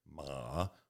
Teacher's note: Third tone, the dipping tone. She said, as you say it, ma, lower your chin, and you'll get it.